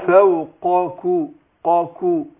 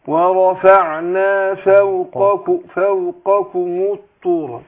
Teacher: أخذنا ميثاقكم ورفعنا فوقكم لا أقول فوقكو قاكو يبقى القاف عشان مخرجهم واحد لكن اللي بيفرق القاف حرف مفخم مستعلي والكاف حرف ايه مرقق مستفل · Shown in: second take